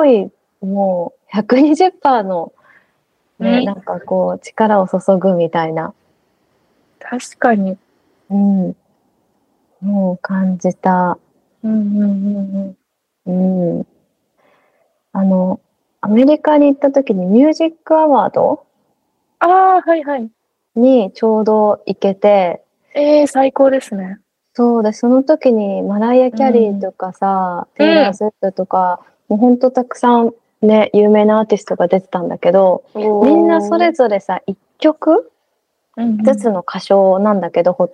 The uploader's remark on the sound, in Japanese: 今回は久々のリモート収録